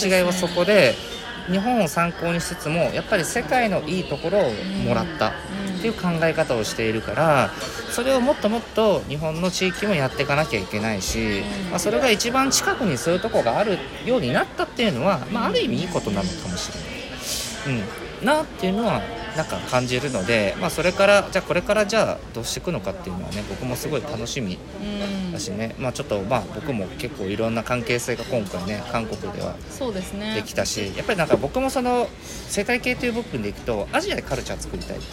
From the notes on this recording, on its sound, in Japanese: 今回は、釜山ワーケーションモニター参加後にそのまま空港で収録しました。